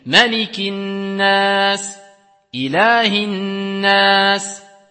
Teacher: Malikin, c'est vous laissez n, vous laissez le son sortir du nez. · Term: runna